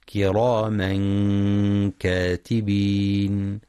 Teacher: ينتبه القارئ للإخفاء الحقيقي وترقيق الغنة